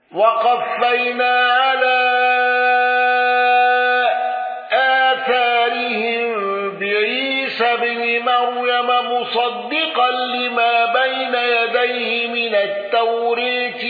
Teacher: النقاش بإمالة التوراة والغنة